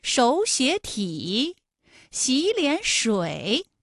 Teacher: 情况下的音变情况啊，应该是第一个音节、第二个音节都变成三五，就是二声，哎，也就成了本来是三个三声吧，214加214加214，那演变成了前两个音节是二声，也就是三五，三五加三五，最后一个字是214